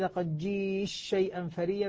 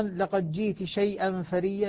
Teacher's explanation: بإدغام التاء في الشين أو بإظهارها فيها